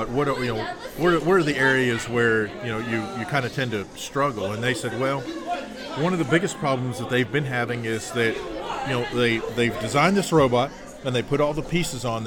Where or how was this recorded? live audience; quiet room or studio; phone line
live audience